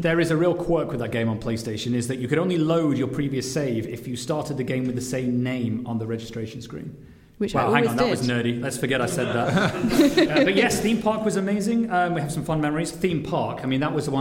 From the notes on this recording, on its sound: LIVE from London! We taped this episode live in front of an invite-only studio audience at London’s TechHub.